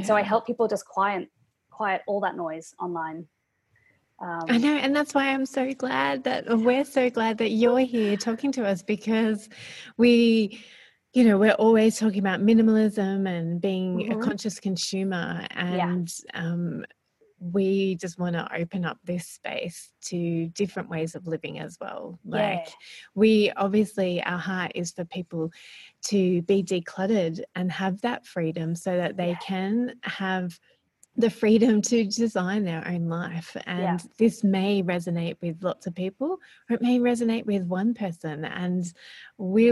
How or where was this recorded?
video call